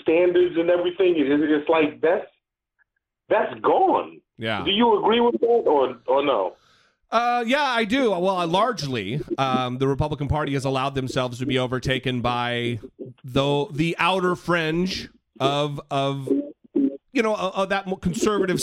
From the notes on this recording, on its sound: Call-in Episode